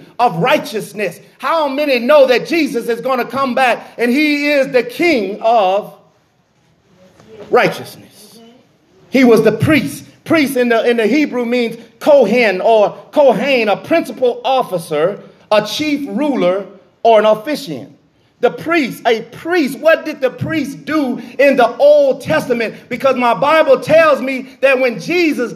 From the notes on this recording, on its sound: This message was recorded in the sanctuary of "True Vine Missionary Baptist Church in Hauhnville Louisiana where I am the pastor.